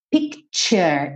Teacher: Esse T do picture tem um som de tch, tch.